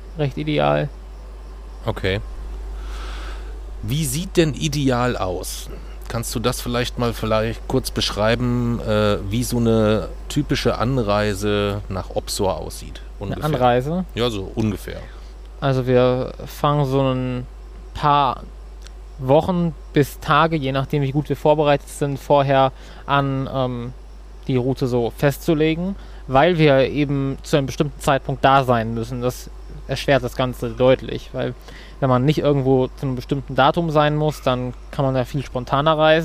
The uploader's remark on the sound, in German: Mit dem Zug in Bulgarien. Nach dem Urlaub, nachts auf dem Bahnhof in Varna aufgenommen.